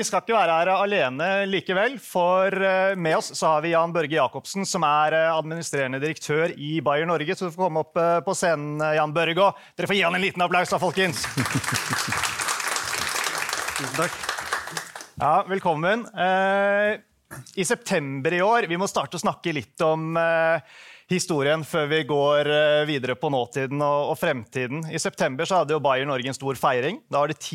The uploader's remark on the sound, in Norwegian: I denne episoden får du høre et opptak fra en panelsamtale på DNBs helsekonferanse.